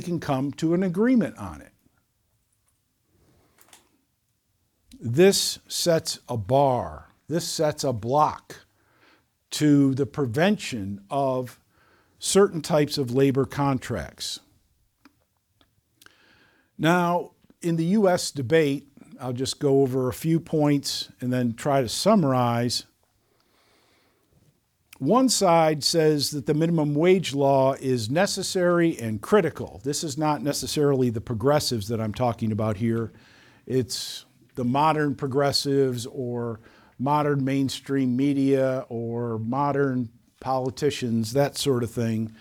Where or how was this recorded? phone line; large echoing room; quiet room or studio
large echoing room